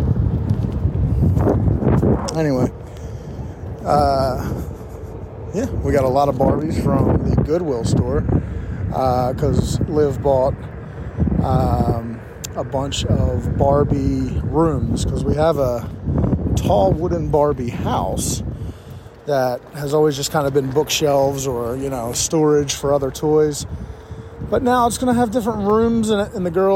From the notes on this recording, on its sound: Riding the OneWheel while Recording. 100% Recorded from an iPhone on a OneWheel.